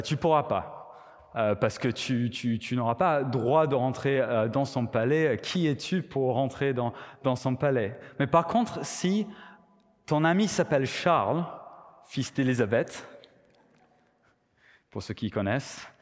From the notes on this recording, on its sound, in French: Enregistré à l'église CVV